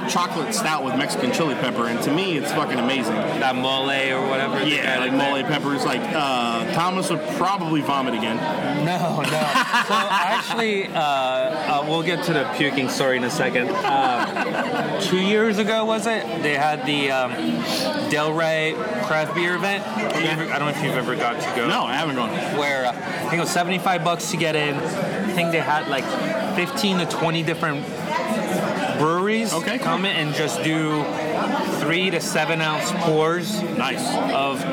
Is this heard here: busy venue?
yes